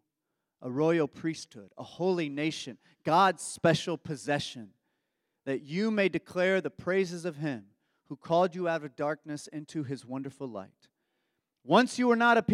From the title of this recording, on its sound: Embrace Sunday Gathering (May 7, 2023 at 11am) Embrace Church, Lexington, KY